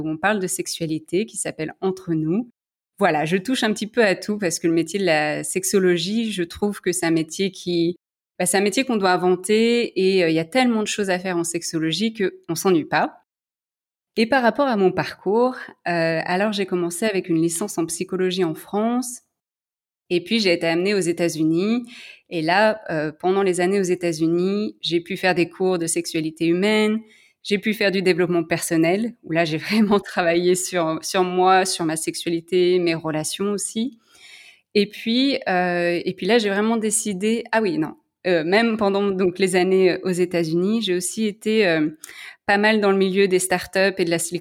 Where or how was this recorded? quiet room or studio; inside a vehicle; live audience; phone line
quiet room or studio